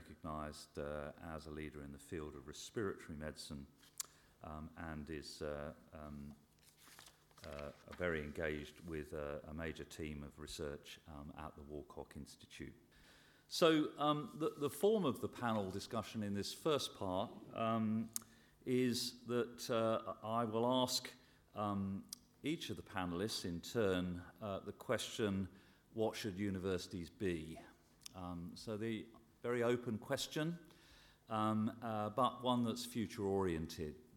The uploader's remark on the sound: Audience Q&A. A Sydney Ideas event held at the University of Sydney.